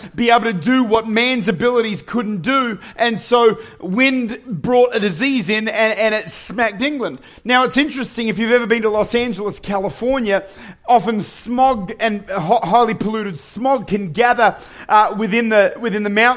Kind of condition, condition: setting, large echoing room